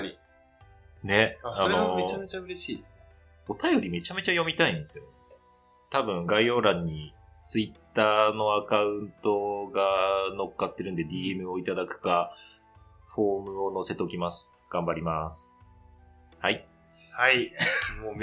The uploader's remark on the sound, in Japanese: 音質悪くてすみません